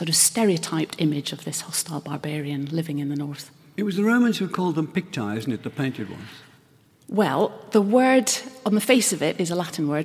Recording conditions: live audience